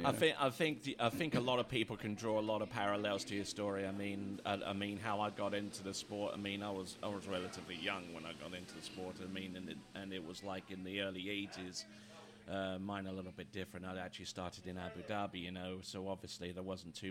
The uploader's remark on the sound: Recorded at Lake 38 in Quincy, Fl during the Pro Slalom event